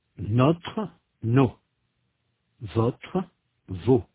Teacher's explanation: Notez que le O de notre et votre représente un son différent du O dans nos et vos. Dans notre et votre, la voyelle est plus ouverte. La bouche est plus ouverte. Elle est plus fermée dans nos et vos.